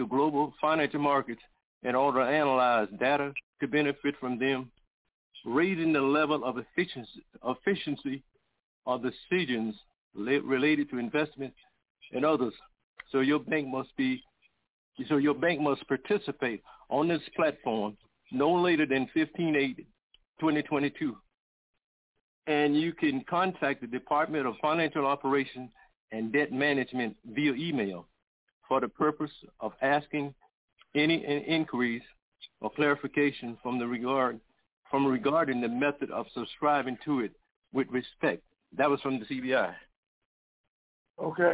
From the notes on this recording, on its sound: TNTSuperfantastic Conference Call